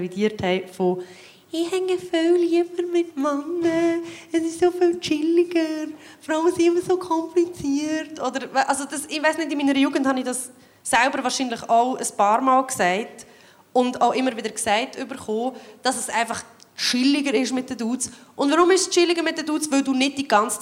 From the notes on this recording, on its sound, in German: Re-Live aus dem Royal Baden. Live vor Publikum.